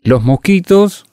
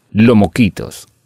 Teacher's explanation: De esta manera estamos omitiendo el sonido de la S. · Shown in: second take